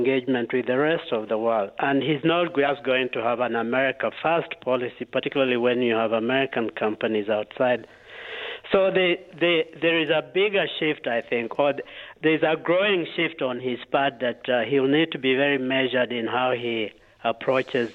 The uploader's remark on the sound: talks on the phone